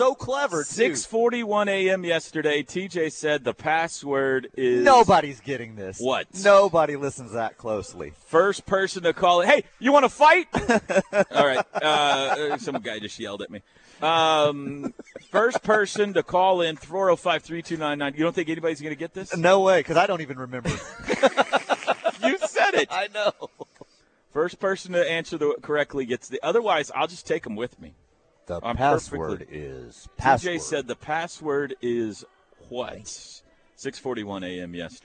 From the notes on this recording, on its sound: go live from the Omni in downtown Dallas at the OU Alumni Boomer Bash.